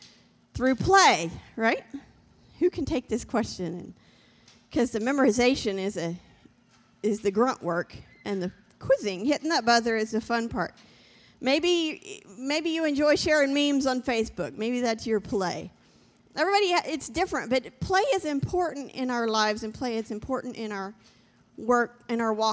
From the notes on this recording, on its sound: This JAT was recorded live on December 5th, 2021, at Newark United Pentecostal Church.